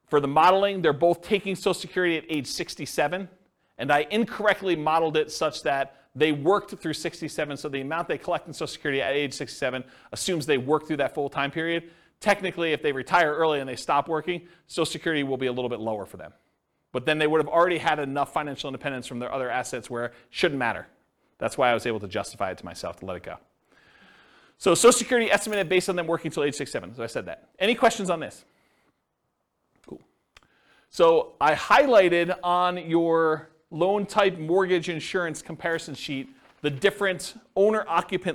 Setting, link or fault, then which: setting, live audience